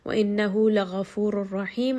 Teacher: Ghain is going to be heavy. And then both of these ra in ghafur and in rahim are also going to be heavy. One because it has a dhamma, and then the second because it has a fatha.